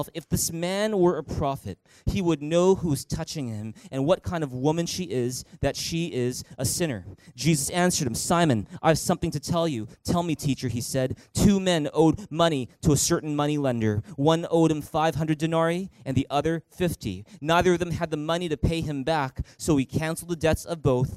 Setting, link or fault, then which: setting, large echoing room